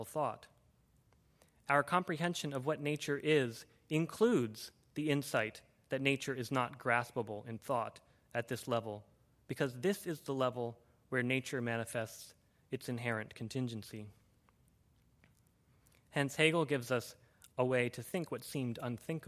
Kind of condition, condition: setting, large echoing room